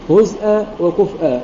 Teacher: قرأ حمزة بإسكان الزاي والفاء مع تحقيق الهمزة وصلا